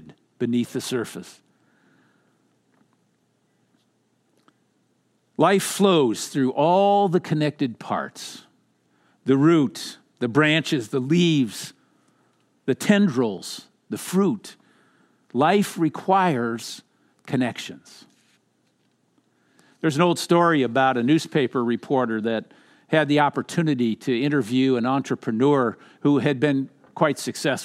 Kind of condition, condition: setting, large echoing room